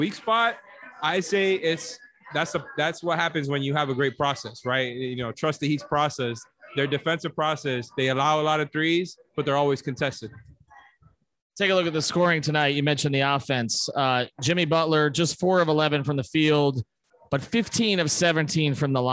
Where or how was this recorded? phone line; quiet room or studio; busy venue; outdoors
busy venue